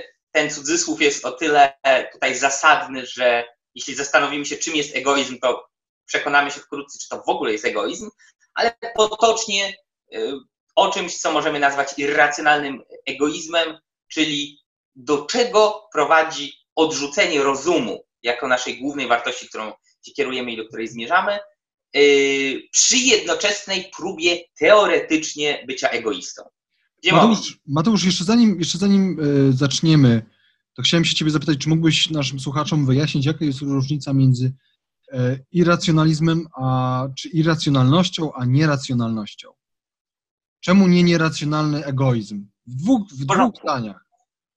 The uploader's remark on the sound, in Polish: Prosimy o wyrozumiałość w kwestii jakości technicznej i wszelkich niedoróbek obrazu i dźwięku.